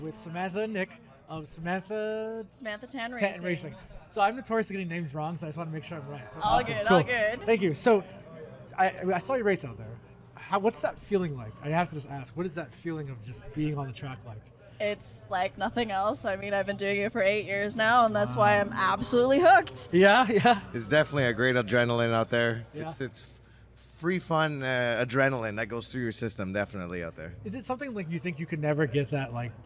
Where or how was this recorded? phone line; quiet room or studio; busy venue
busy venue